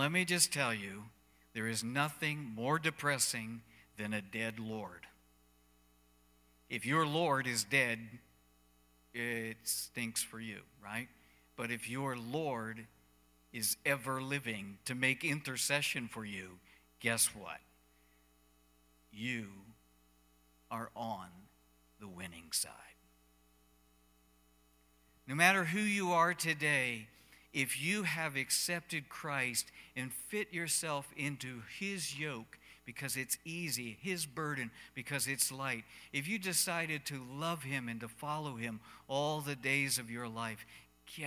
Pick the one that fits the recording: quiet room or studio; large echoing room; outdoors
large echoing room